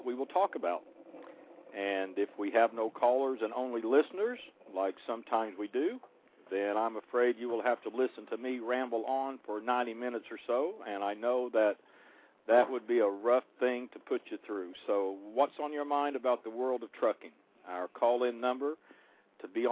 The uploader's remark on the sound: The phone lines are opened for the callers to decide what they want to talk about.